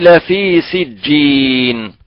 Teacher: فالجيم العربية من وسط اللسان لا من طرفه